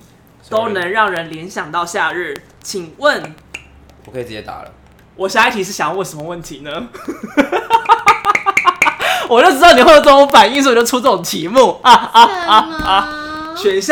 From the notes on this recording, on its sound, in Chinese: 本期挑戰賽單元為遊戲類競賽，故首次嘗試此單元的我們並未調整好收音設備之狀態，相較於以往的音質可能會因為過於激動與瘋癲而過於爆音，建議將音量調小服用。